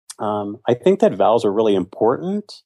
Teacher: So like doing vocal fry, doing a lot of up talking at the end